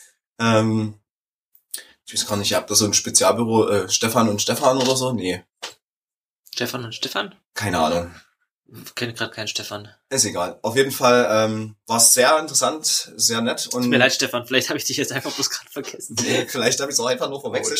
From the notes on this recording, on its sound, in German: Haben uns aus Mangel an Planung doch erstmal wieder mit alter Audiotechnik eingefunden. Sorry für die Qualität, wir werden das hoffentlich irgendwann(tm) mal besser hinbekommen.